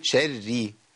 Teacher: لو الشده بالكسر يبقى الراءين الاثنين ورققوا شري، لو التشديد بالفتح الراء الاثنين يفخموا او بالضم.